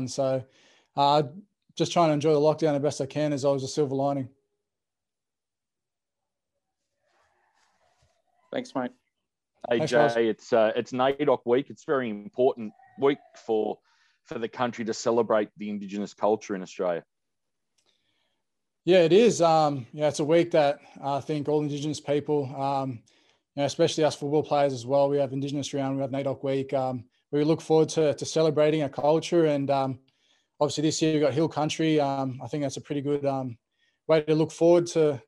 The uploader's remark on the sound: Chat to the media via Zoom.